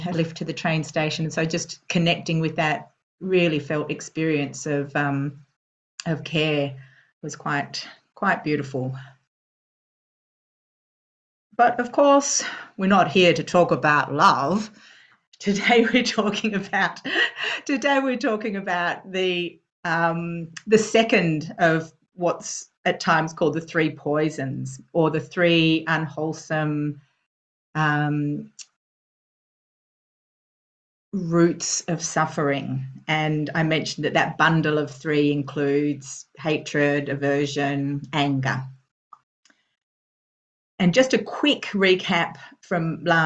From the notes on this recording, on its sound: Due to an international audience, these weekly Tuesday night teachings are happening via Zoom from Bodhinyana Monastery.